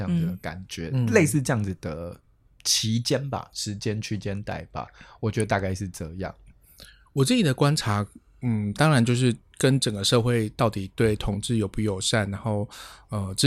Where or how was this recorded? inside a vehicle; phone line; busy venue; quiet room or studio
quiet room or studio